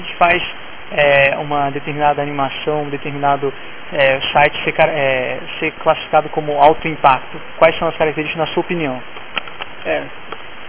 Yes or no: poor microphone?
no